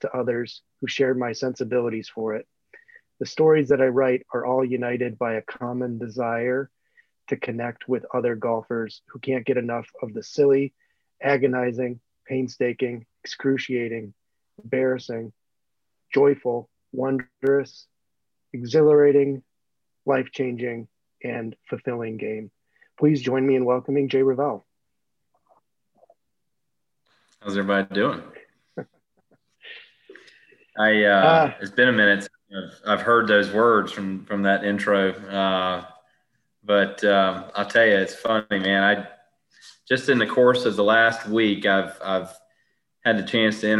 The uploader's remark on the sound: For our very first live edition of the Bag Drop. An in-person-via-Zoom conversation with the society.